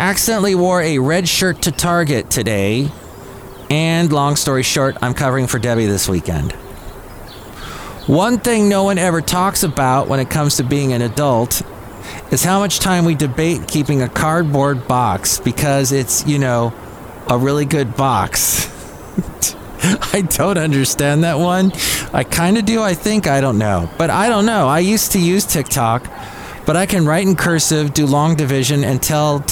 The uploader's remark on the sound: podcasts live from Cafe Anyway